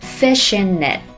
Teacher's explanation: it 里面的字母 t 其实停一拍不发声是完全可以的